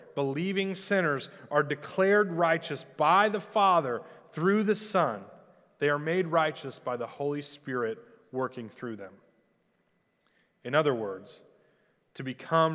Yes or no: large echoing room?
yes